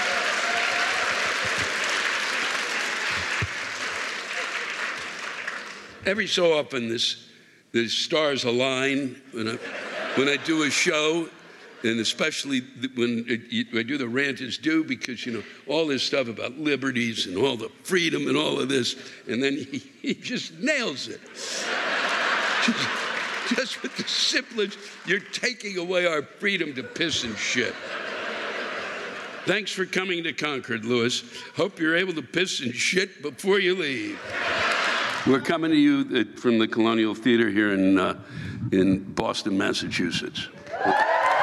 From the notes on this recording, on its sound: The live rants come from the shows in Concord, NH, Boston, MA, and Providence, RI, three municipalities battling for bitterness supremacy.